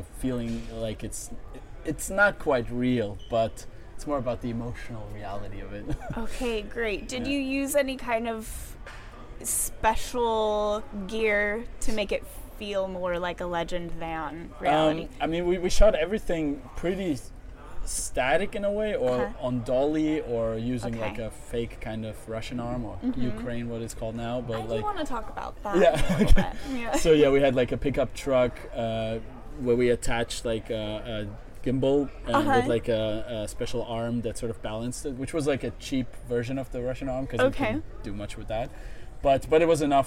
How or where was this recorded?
busy venue